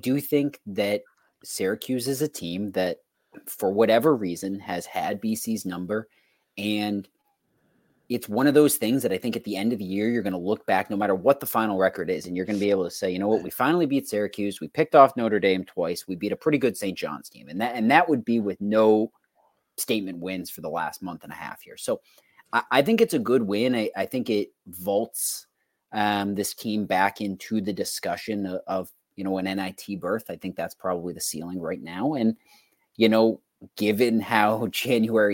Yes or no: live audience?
no